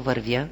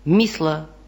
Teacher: Следващото отклонение от правоговора са форми, в които откриваме твърда вместо мека съгласна · Shown in: second take